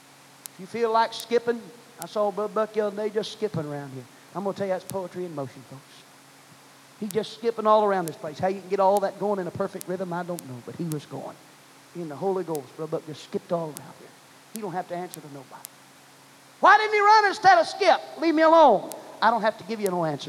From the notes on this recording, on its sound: preached at First Apostolic Church in North Vernon, Indiana